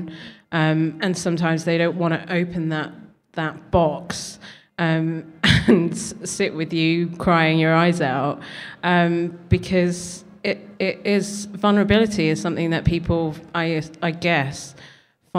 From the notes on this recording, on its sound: Live event recording with guests. We hosted our first ever event and did our first ever live podcast recording.